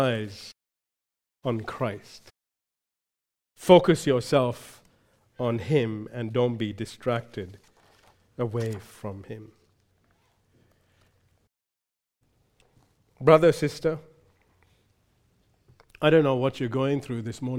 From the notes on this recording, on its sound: recorded live at Grace Community Bible Church